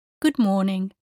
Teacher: In English, when you say good morning, you clearly emphasize the word morning